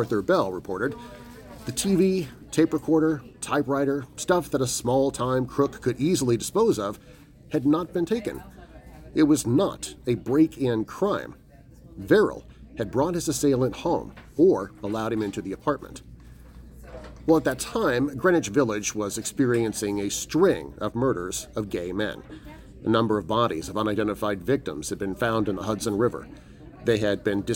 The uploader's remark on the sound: Recording live at Visually Odd Con 2022!